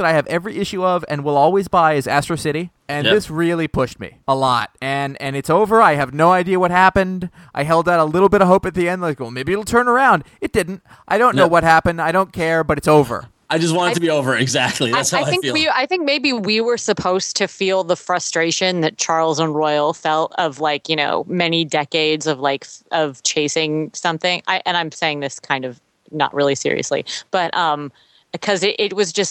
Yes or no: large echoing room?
no